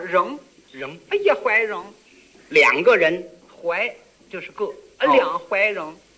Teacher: 河北梆子跟山西梆子发音腔调大不一样，你听这个山西梆子鼻音重，您能学学吗？哥，你腔调净是鼻音啊，因为山西人说话就爱走鼻音。你比如说一个人吧，人一个人，山西人说话是仍仍，哎呀怀仍。两个人怀就是个，两怀仍。三个人三个坏